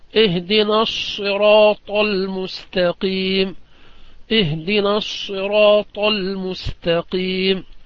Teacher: والصاد من أحرف الاستعلاء والصفير، وفيها من هذه صفات القوة، وفيها من صفات الضعف الهمس والرخاوة · Term: الصاد الخالصة